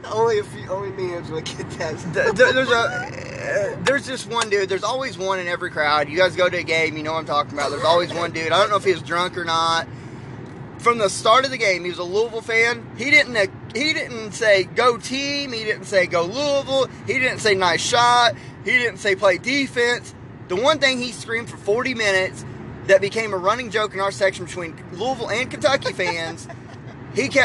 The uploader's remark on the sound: The guys where live and in living coloring for the bluegrass battle between kentucky and Louisville and recorded their thoughts on the way home.